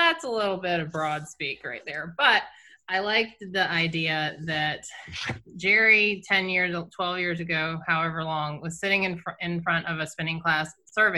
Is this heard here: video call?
yes